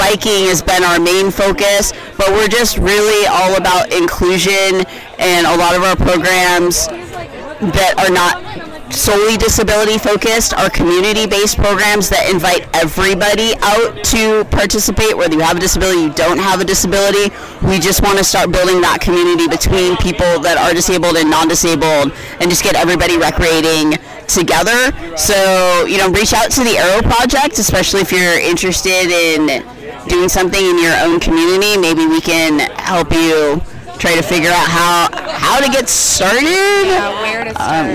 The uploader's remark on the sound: A women’s only enduro race. We sat down and did a live recording from the event. We got to talk to several people who were either vendors or racers at the Sturdy Dirty. The sound quality isn’t the best as we were outside and flying by the seat of our pants (as usual).